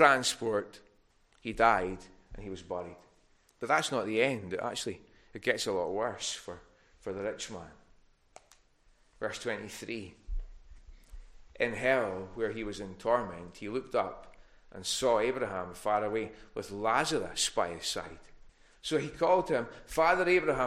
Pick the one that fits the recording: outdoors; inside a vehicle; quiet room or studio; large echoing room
large echoing room